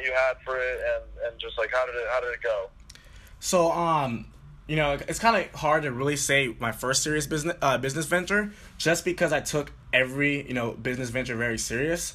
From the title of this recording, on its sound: A Phone Call With a USC Student